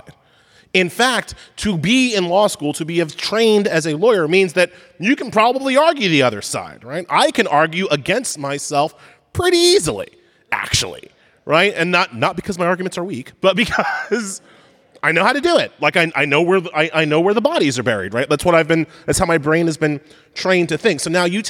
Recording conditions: live audience